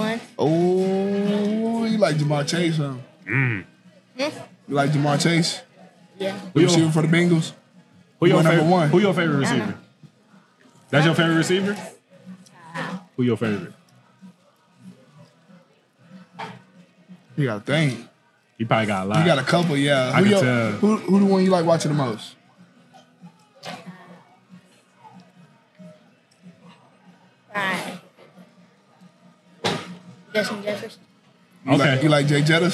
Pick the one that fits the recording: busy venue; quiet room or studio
busy venue